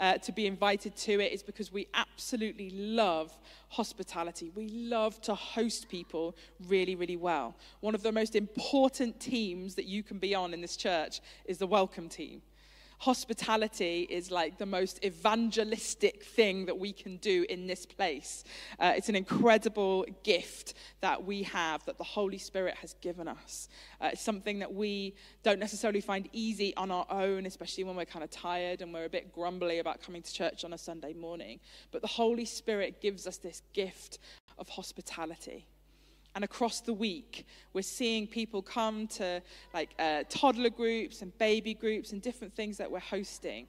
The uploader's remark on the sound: Streamed live at St Paul's Shadwell on Sunday, 12 February 2023.